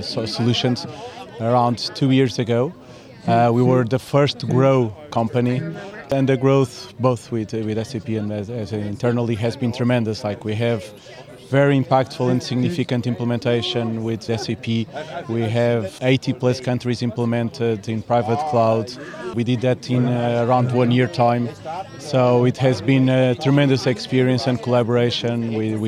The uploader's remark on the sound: At the recent SAP Sapphire event in Barcelona, a select number of SAP customers were invited to an exclusive event on the rooftop of the Edition Hotel. In between drinks and nibbles.